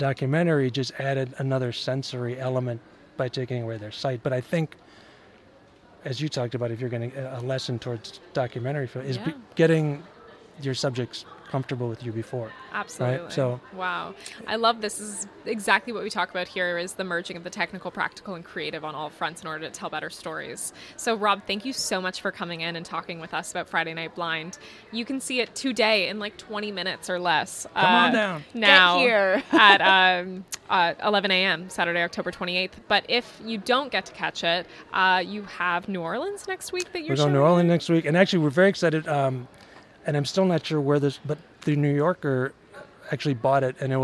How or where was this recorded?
busy venue